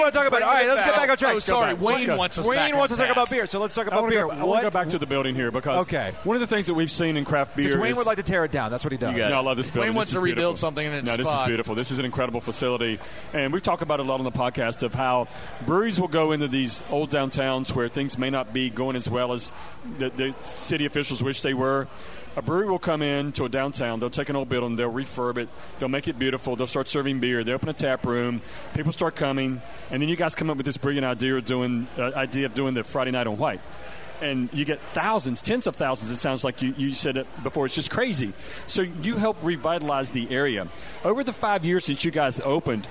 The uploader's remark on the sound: Live from White Street Brewing Company. Does a live show.